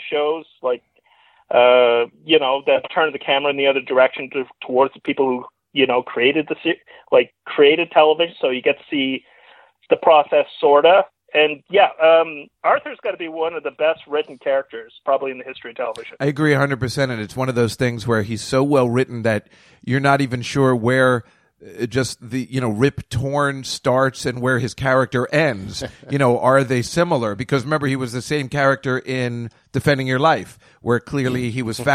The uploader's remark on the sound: The Call-In Show